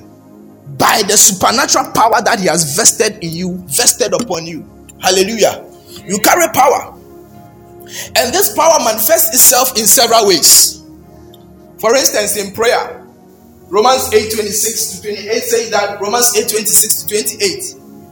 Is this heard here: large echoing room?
yes